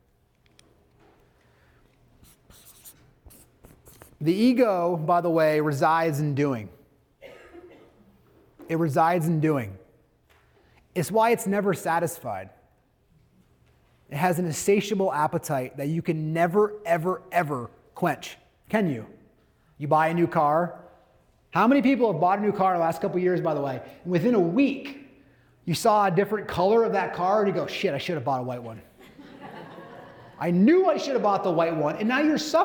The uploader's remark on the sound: Today’s bonus episode is a recording of a speech. At Livian’s annual Advance conference.